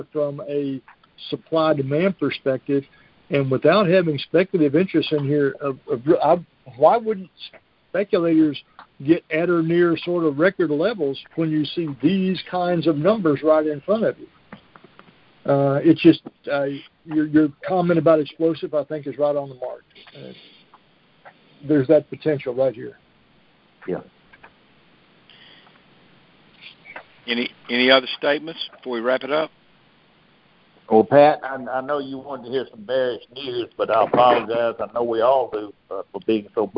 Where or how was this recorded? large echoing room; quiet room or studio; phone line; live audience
phone line